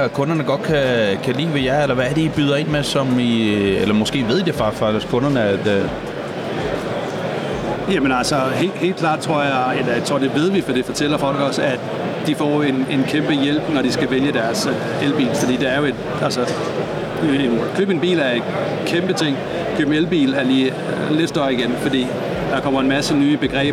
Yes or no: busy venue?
yes